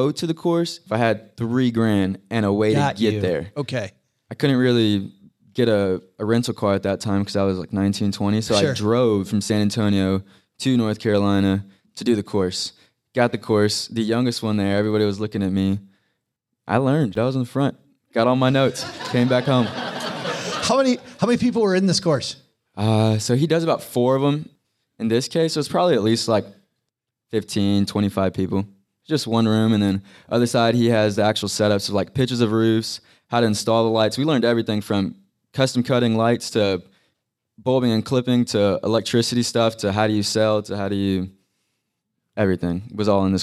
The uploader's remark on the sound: Today we're live from Camp FI (camp financial independence), where a group of like-minded people are hanging out for a weekend. Live radio.